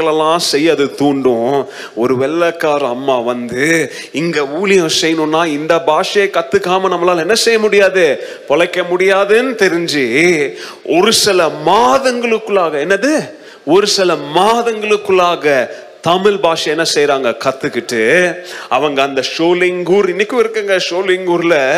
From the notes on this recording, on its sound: Mission Sunday Second Service Sermon Live